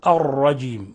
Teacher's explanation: تبقى صفة التكرار ولكن لا نسترسل معها فيتكرر منها راءات كثيرة، وإنما نحاول أن نكتم التكرار ونظهر شيئا منه من غير